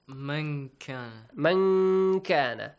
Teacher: So the noon is not completely pronounced. You hide the sound.